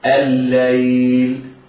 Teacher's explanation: ومعنى أنك نطقت لاما مشددة فقد أدغمنا لام ال في لام الليل، وسبب الإدغام هنا التماثل. · Term: لام شمسية